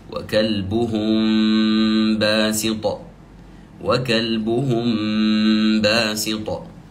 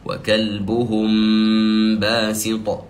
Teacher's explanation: ولاحظ أن المخرج أصبح من الشفتين بخلاف النون الساكنة والتنوين · Term: الإخفاء الشفوي